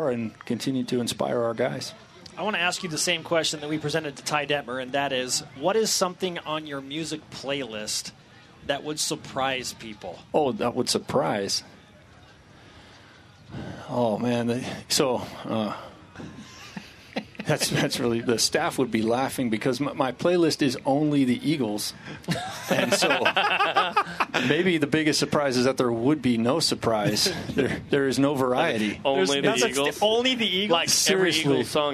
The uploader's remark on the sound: Fan Fest from Las Vegas